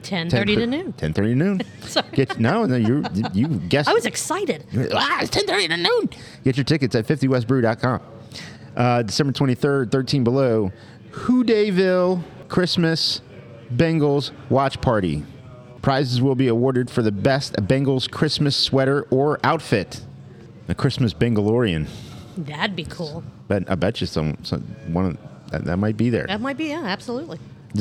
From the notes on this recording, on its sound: At our amazing podcast host, Higher Gravity Summit Park!